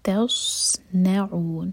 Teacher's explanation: نون بھی لائٹ ہے تا بھی لائٹ، بیچ میں صاد ہیوی